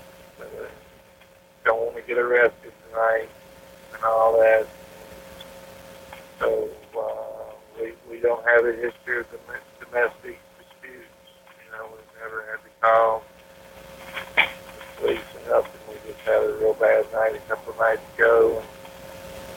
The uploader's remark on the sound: WARNING** Graphic 911 Audio From Springfield Homicide.